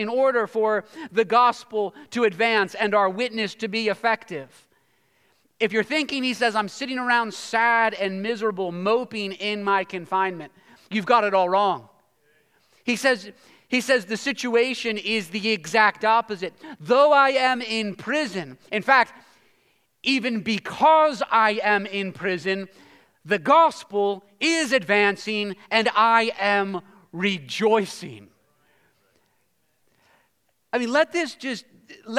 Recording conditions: large echoing room